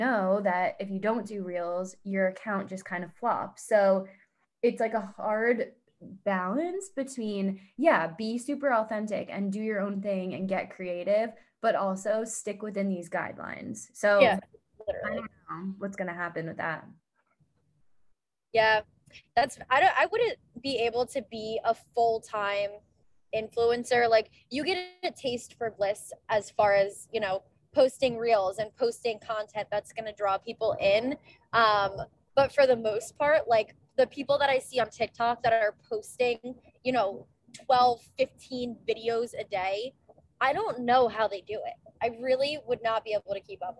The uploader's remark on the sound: Live from the car ride to dinner